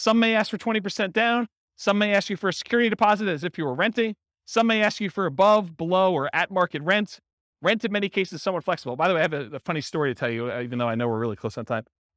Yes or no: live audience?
yes